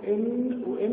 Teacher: فراغ الفم في الميم تتسكر الشفتين فبصير كله فارغ لكن كله بخرج من خيشوم، وفي النون بيكون اللسان بيطلع بيطبق على طرف على لثة الاسنان العليا وبيطبق برضه بخرج من خيشوم.